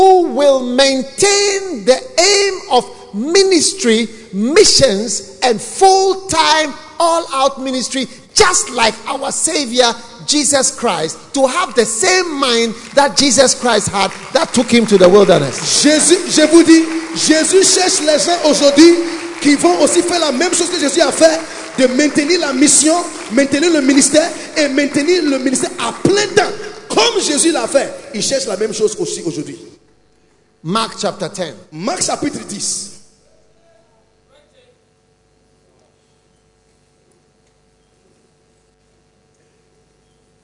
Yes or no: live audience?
yes